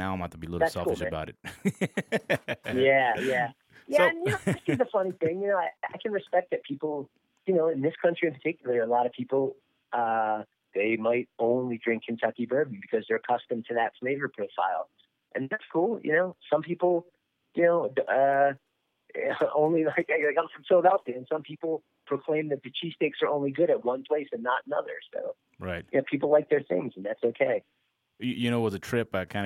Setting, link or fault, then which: link, phone line